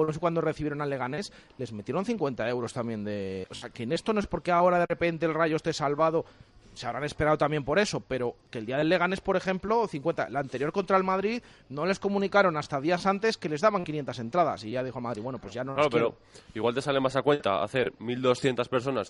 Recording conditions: busy venue